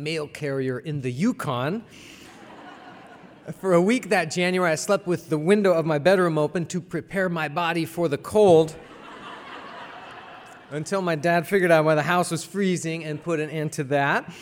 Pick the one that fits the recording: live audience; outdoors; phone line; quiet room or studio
live audience